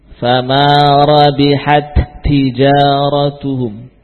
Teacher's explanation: dua huruf tak dijadikan satu dan lisan terangkat sekali, tidak dua kali. Fama rabihat tijaratuhum, tapi sekali saja. · Term: idgham